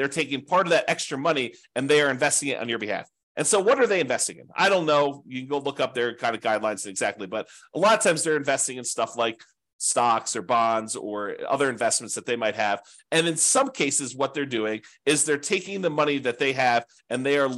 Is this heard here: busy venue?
no